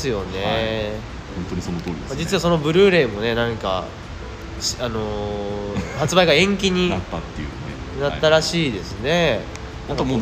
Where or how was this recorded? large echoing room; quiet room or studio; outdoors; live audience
outdoors